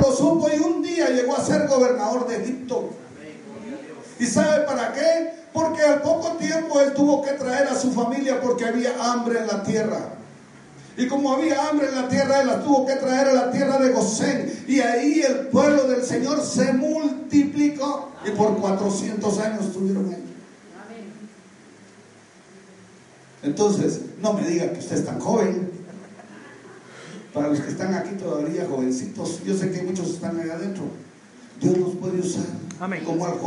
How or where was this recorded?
large echoing room